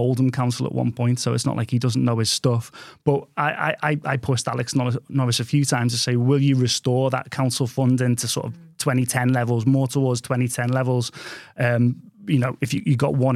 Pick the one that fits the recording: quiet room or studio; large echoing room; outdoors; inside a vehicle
quiet room or studio